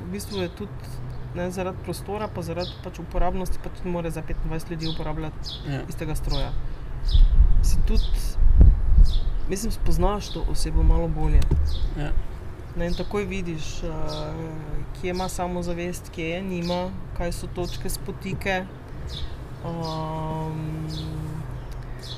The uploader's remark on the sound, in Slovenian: Na ulici pred hišo ter pred publiko.